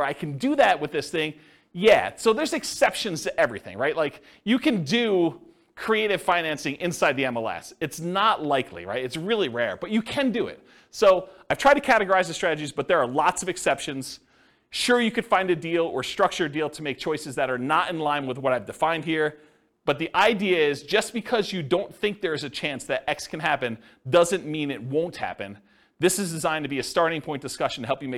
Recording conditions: live audience